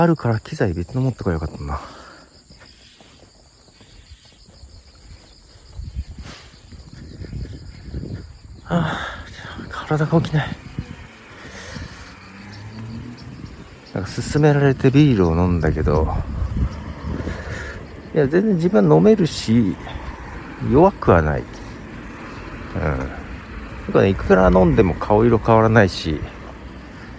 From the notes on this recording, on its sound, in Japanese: 日本ポッドキャスト協会のイベント中ですが、朝の散歩をしながら収録してきました。